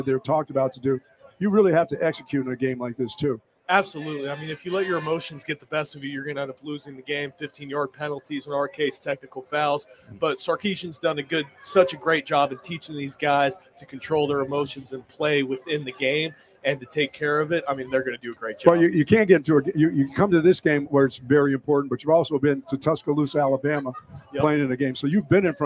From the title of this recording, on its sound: Pregame Show LIVE from the State Fair of Texas